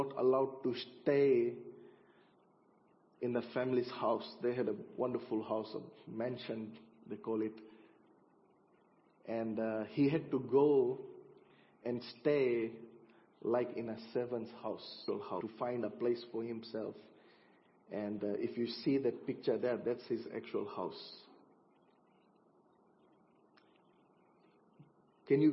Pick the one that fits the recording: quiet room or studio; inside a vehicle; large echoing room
large echoing room